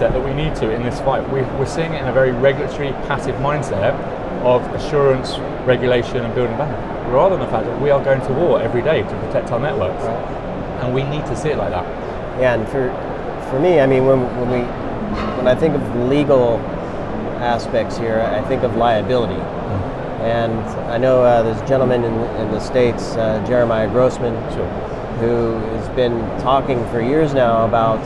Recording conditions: busy venue